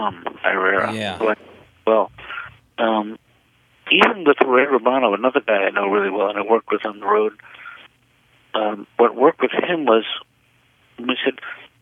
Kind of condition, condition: link, phone line